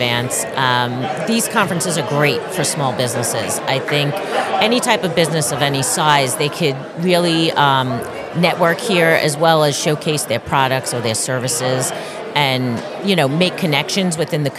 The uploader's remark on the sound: live from the SIEDC Business Conference